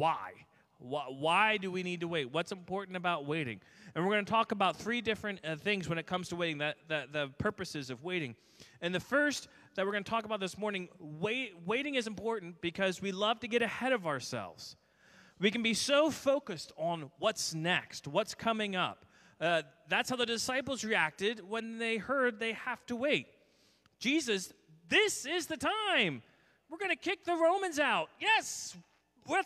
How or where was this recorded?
large echoing room